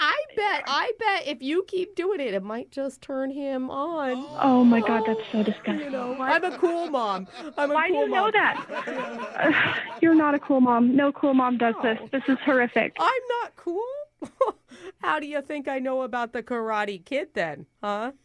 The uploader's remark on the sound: Phone Tap